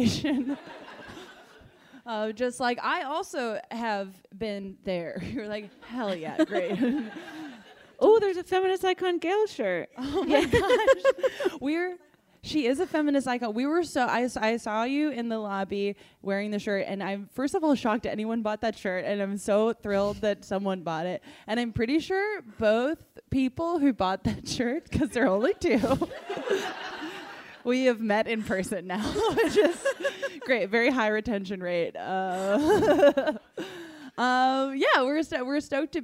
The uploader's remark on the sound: live episode recorded at Drafthouse Comedy Theater in Washington DC!